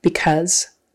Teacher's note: Because, it's a short U, even though it's spelled with an A-U. It's a short U-S, or short U-Z.